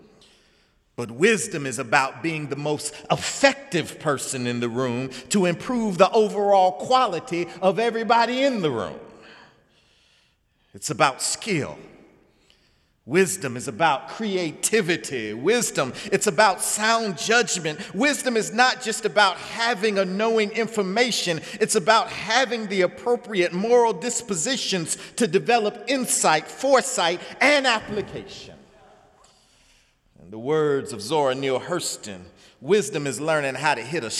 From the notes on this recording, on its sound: sermon on The First Sunday in Lent, Sunday, March 5, 2017 in the Memorial Church